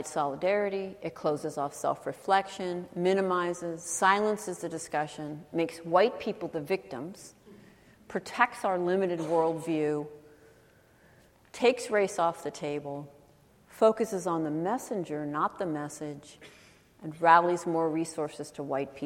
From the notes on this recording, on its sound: She spoke at UW’s Kane Hall on October 26, 2016 as part of the UW Graduate School Public Lecture Series “Privilege and Politics.”